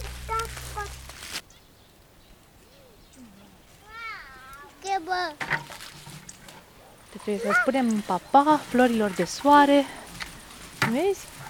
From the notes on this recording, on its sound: I started with a recording made in the garden with our little boy.